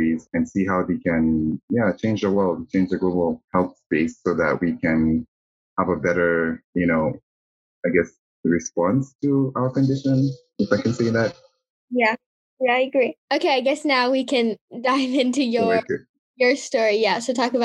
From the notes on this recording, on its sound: Apologies in advance for the background noise, we had to record over zoom due to distance!